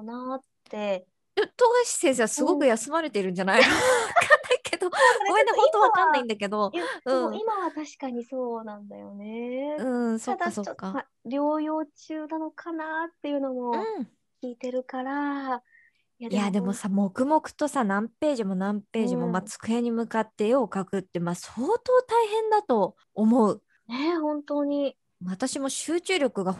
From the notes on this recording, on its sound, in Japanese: リモート収録のため、お聞き苦しい点もあると思いますが、予めご了承ください。